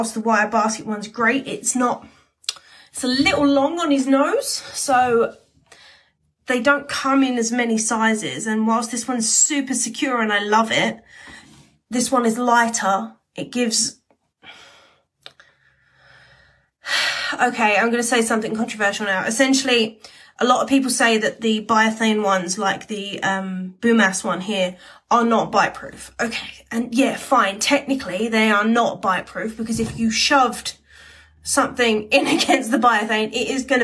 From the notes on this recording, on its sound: This episode comes from an instagram live